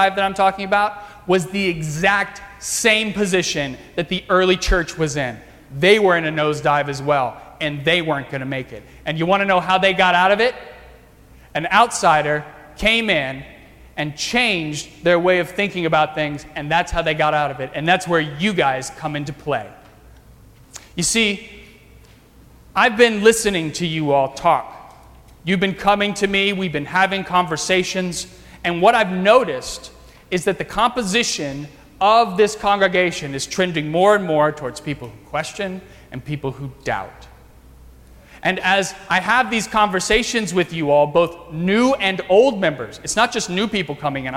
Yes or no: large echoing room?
yes